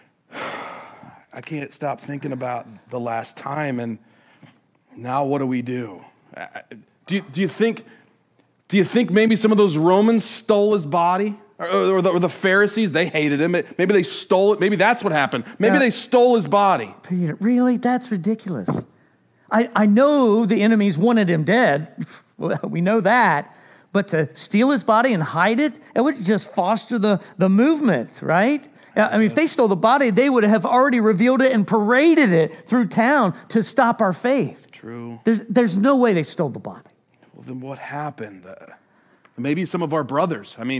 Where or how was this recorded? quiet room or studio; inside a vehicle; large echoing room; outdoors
large echoing room